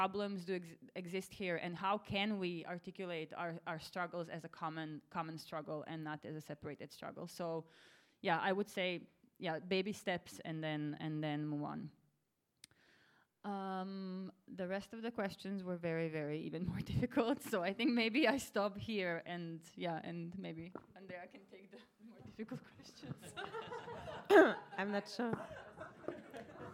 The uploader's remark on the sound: Gave talks on the second evening of the “After Extractivism” conference. Recorded at Haus der Demokratie und Menschenrechte.